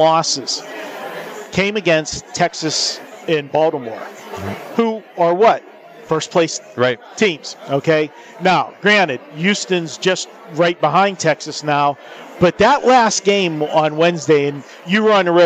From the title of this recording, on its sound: Live from the Super Book at the Westgate Las Vegas